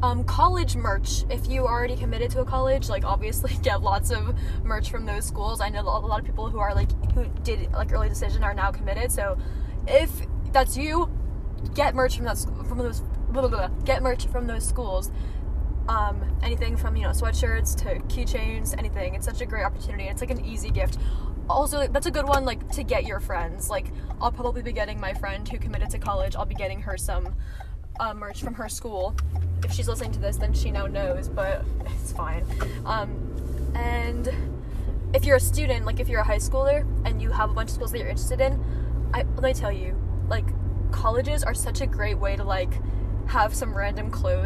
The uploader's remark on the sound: Recorded while driving. While trying not to crash on the way to the grocery store.